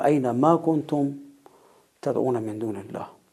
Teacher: اگر مایی که به عینه چسبیده از نوع کافه باشه میشه اینما، مثل سوره مرکه نساء اینما تکونو یدرککم الموت ولو کنتم فی بروج مشیده، یعنی هر جا باشید. ولی اگر ماء اون از نوع ماء موصول باشه تکیه صوتی به ما قرار میگیره